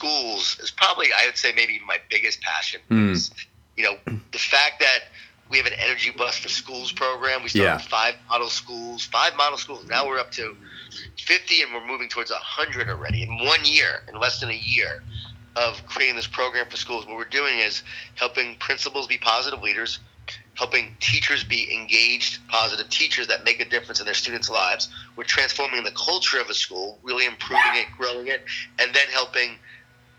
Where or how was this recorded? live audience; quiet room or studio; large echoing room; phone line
phone line